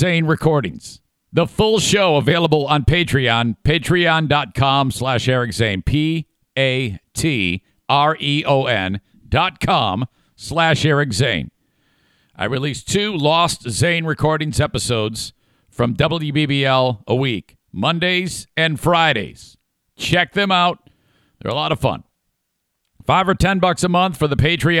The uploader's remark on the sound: Listeners call in with flea stories.